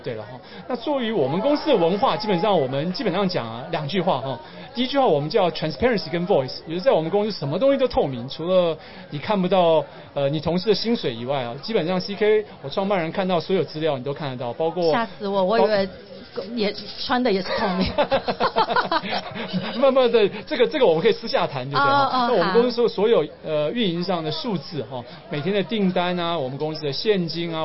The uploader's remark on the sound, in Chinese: VISION 2022 臺大校園徵才博覽會-Live Podcast